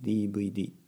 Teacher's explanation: えー、V の音はなくて B になりますね · Term: B の音